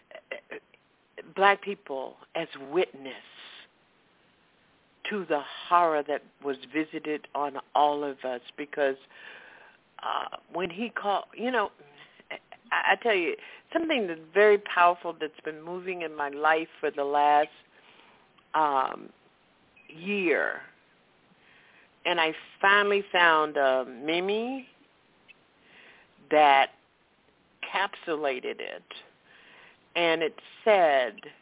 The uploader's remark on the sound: Live & Call-In